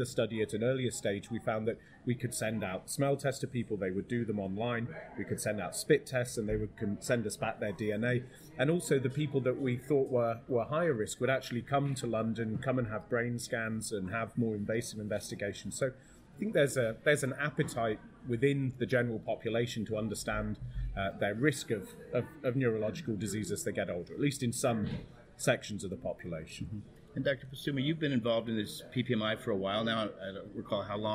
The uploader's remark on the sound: We broadcasted live from the 2023 Parkinson’s Progression Markers Initiative (PPMI) Annual Meeting. This interview took place on-site at the recently wrapped up annual event of the Michael J Fox Foundation in New York.